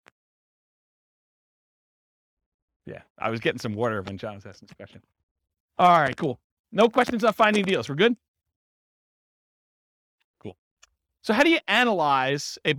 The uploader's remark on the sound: This was a live class recorded